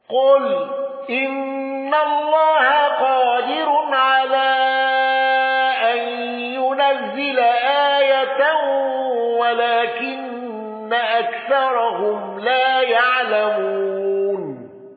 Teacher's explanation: الأصبهاني بقصر وتوسط المنفصل والنقل